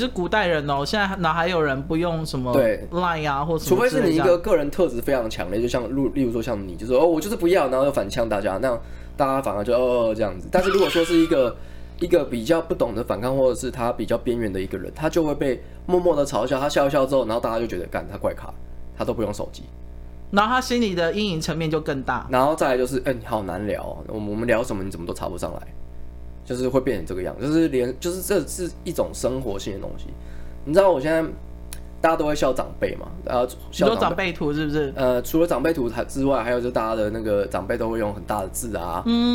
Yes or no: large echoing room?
no